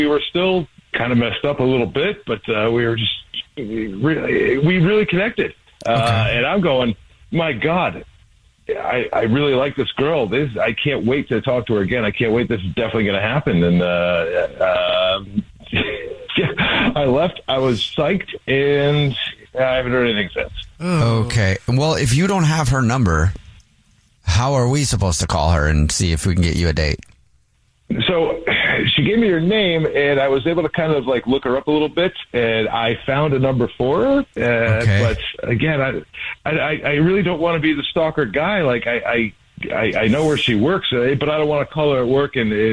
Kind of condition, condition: link, phone line